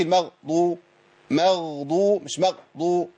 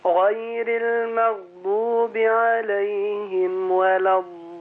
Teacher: ما نقطعش الصوت في الغين لان الغين مش شديده، الغين رخوه بيمشي · Shown in: second take